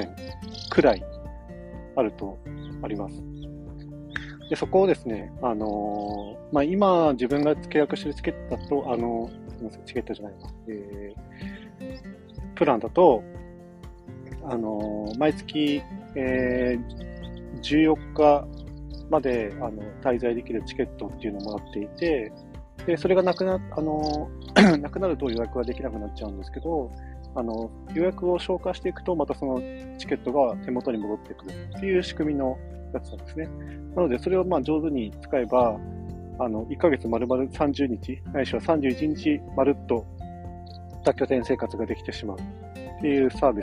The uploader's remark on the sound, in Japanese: 朝の日光と小鳥のさえずりを聴きながらのひとり語り。徹夜ではないけど夜中に仕事を一つ仕上げてからのあさんぽ中に録音。まだ肌寒くて鼻すすり音が凄いです笑。